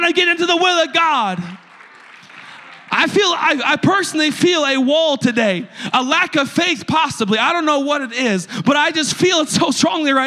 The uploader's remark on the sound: a service recording from Connect Point UPC